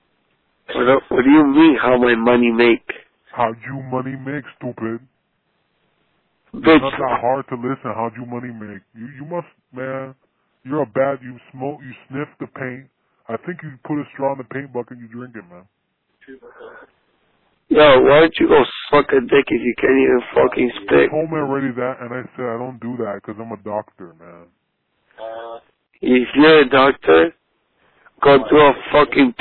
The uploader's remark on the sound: Prank Phone Calls